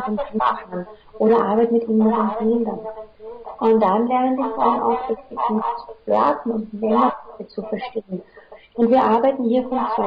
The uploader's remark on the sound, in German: Leider hat mir meine neue Software einen Strich durch die Rechnung gemacht und die Tonqualität ist nicht so geworden wie ich sie mir wünschen würde. Wenn du ein Headphone/ Kopfhörer verwendest und nur auf einem Ohr hörst, dann hörst du den Hall nicht .